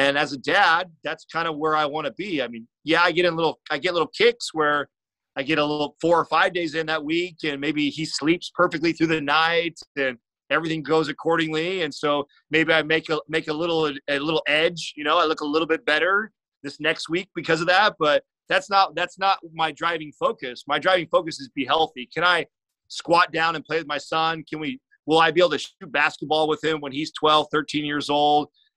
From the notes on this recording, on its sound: This episode was a live webinar